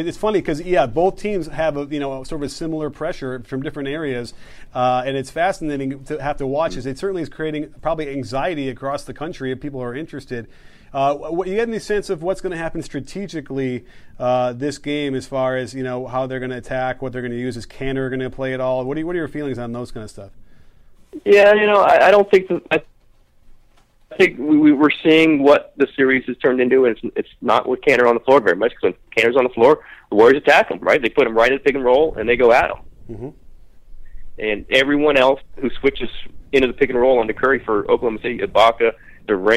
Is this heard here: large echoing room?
no